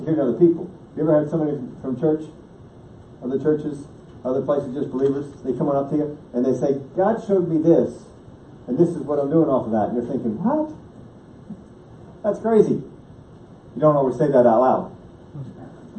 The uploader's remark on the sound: The first 5 1/2 minutes of the audio is a lower quality than usual as I had to go to another source to get what was missing from the main recording. After that it is good.